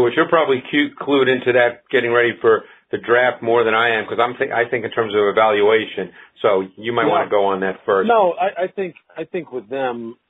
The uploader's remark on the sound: NFL Draft media conference call.